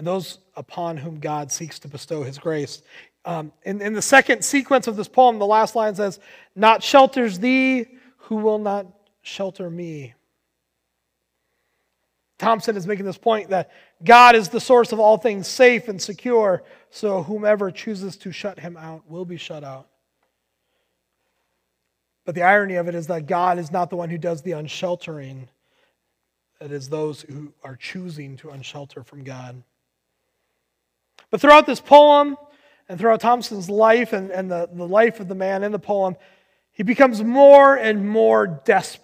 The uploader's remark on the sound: Recorded on July 19, 2020 at Word of Life Church in Le Sueur, MN.